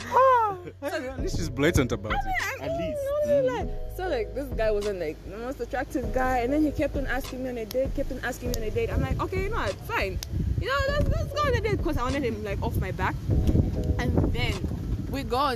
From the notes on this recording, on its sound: Apologies for the Wind in the background